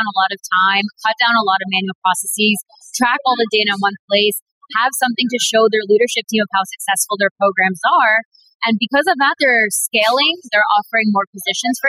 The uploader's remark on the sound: Postcards from StartEd's NY Edtech Week. This was a crowded event, and the audio quality of the interviews can be spotty at times.